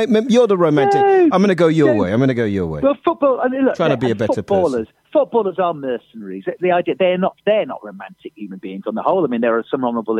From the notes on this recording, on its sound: on the phone